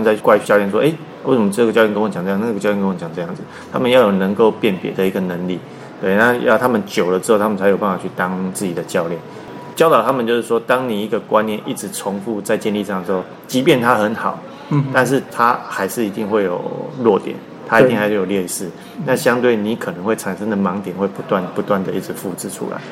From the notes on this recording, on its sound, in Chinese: 本集錄音於球場，全程使用錄音設備較精簡，音質不佳請見諒。特別南下到獅隊春訓基地。